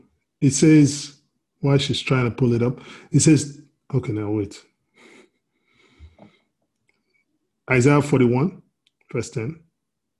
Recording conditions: video call